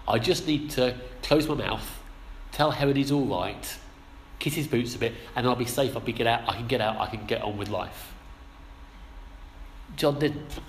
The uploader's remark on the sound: Our sermon from the 11am service